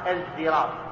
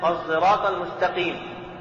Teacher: بإشمام الصاد زايا أي بخلطها بصوته مع بقاء صفة الصاد وهي الاستعلاء · Shown in: second take · فلا تقرأ زايا خالصة الزراب، لأن هذا يكون إذهابا لصفة الاستعلاء، وإنما تكون مشوبة الصراط المستقيم.